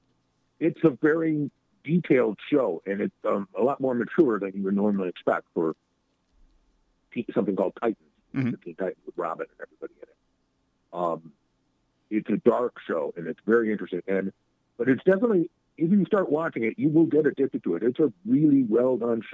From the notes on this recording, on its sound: In another visit from the World News Center. Called in for another fun-filled, action-packed chat.